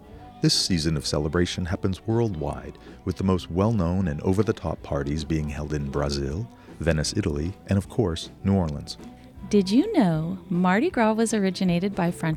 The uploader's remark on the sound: Previously unreleased recordings from Mardis Gras ’ past captured right here in Portland, Oregon… featuring live music, parades & even a Ball! Luckily, we have previously unreleased recordings from Mardis Gras ’ past captured right here in Portland, Oregon… featuring live music, parades & even a Ball!